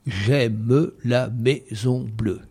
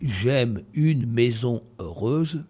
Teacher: dans la poésie classique, le E final d'un mot se prononce quand le mot suivant commence par une consonne · Shown in: first take · Ça veut dire, on dit « j'aime la maison bleue », 6 syllabes.